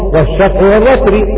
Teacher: فإذا وقفنا عليها ففيها التفخيم، والوتر بالتفخيم لأنها ساكنة وقبلها ساكن وقبل الساكن فتح. فإذا وصلناها ترقق الراء لأنها مكسورة